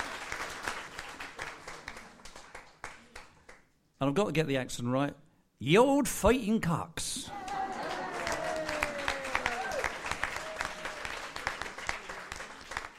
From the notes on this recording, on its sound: Listen to the highlights of the 2018 St Albans Mayor's Pride Awards, featuring all the shortlisted finalists and category winners, recorded at St Michael's Manor on March 27th 2018.